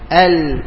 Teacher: هتحس ان لسانك اصلا ها انحرف · Term: الانحراف